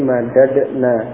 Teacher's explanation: Ya, ketika madda bersambung bertemu dengan dhamir nun, ya, untuk jamak mu'annas atau nun inas, nun niswah, maka huruf yang sama itu ternyata menjadi terurai, terpisah, tidak idgham lagi, kembali ke asalnya, menjadi madadna